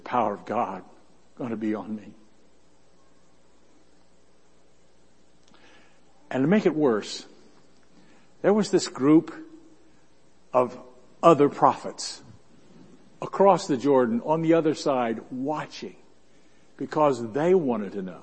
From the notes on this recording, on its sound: Worship Service.